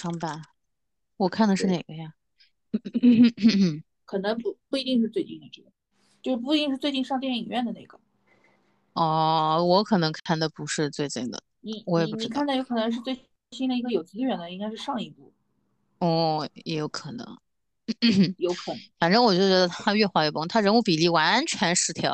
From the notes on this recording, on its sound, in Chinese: 采用了线上录制的形式。本次录制花费：没花钱的腾讯会议。